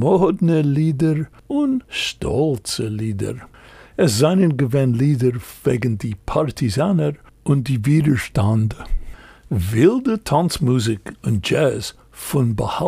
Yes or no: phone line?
no